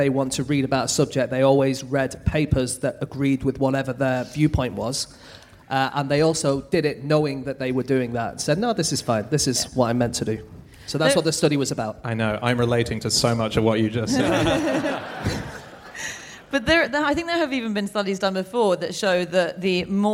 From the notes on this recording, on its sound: Live from Melbourne